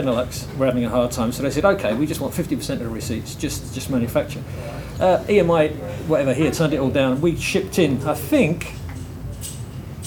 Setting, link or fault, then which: setting, busy venue